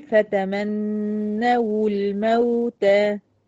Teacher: هضم الواو وادخل على اللام الساكنة تحت